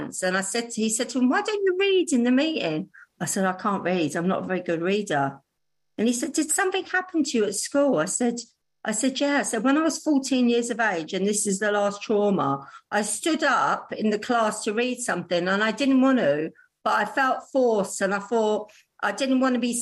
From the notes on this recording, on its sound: She is speaking at the Magical Mystery Tour Zoom Meeting.